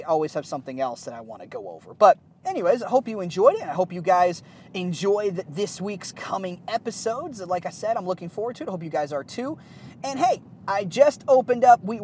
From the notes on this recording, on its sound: The audio isn't the best as I was recording this episode in the car.